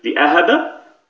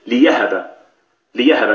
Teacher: الوجه الثاني إبدال الهمزة ياء مفتوحة · Shown in: second take · Term: ياء خالصة